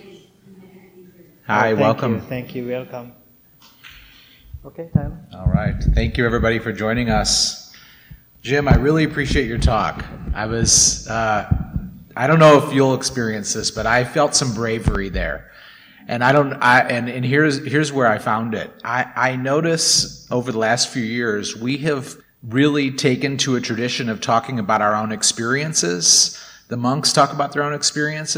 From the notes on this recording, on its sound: Recorded at the Blue Lotus Buddhist Temple on 2023-06-03. Recorded at the Blue Lotus Buddhist Temple.